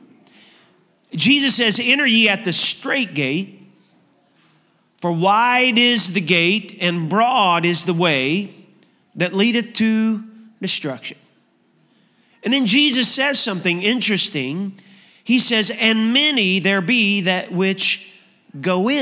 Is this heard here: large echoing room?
yes